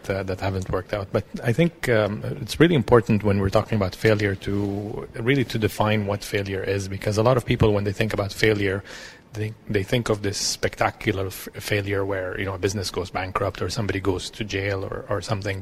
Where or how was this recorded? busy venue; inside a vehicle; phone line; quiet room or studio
busy venue